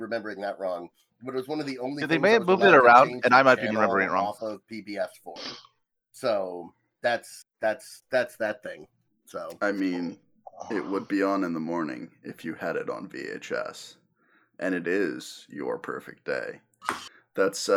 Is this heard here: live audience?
no